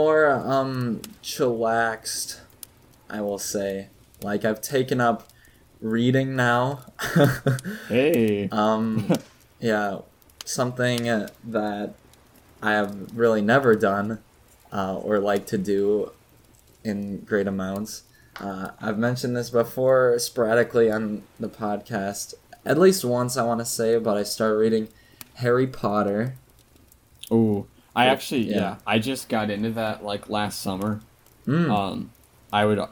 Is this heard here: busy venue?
no